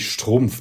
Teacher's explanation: du hast nur einen Vokal, der wirklich klingt, und dann hast du so ein Str und ein Mpf hinten dran · Term: Konsonantencluster